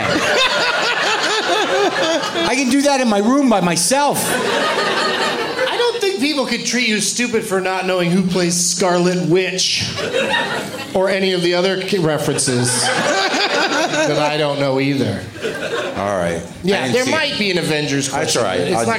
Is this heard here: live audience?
yes